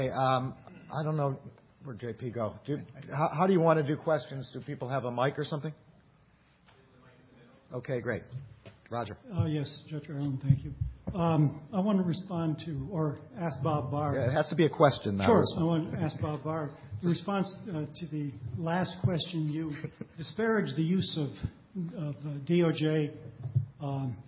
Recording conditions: live audience